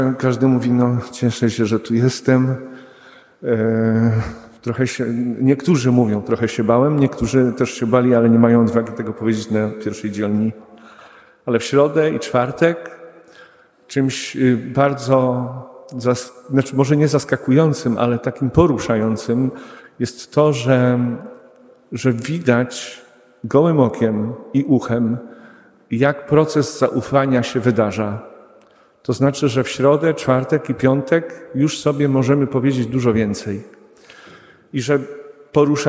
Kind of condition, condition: setting, large echoing room